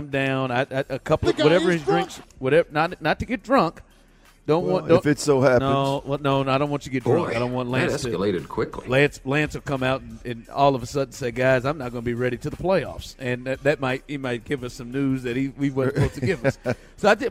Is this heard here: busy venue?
yes